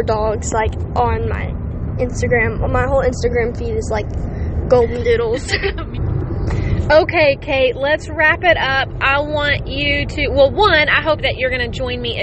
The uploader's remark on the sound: completely unedited and recorded from the car